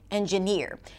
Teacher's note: In the word engineer, the primary stress is on the final syllable